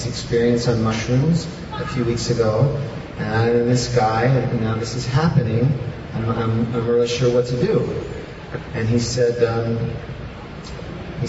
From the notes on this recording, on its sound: In this talk, given at the 4th annual Amazonian Shamanism Conference in Iquitos, Peru